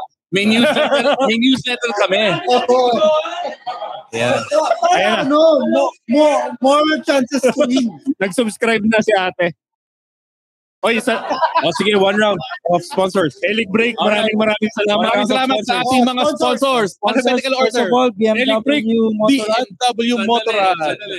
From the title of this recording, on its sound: live at De'Ja Brew